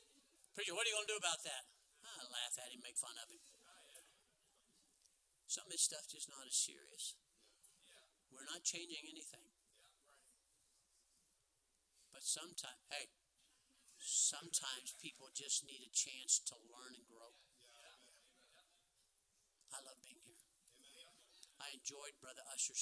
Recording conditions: large echoing room